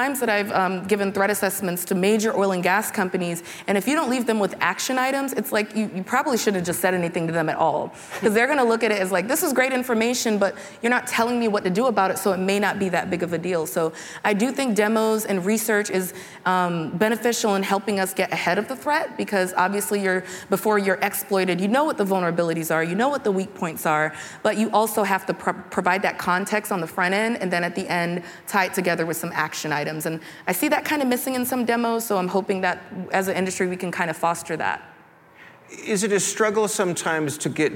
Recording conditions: live audience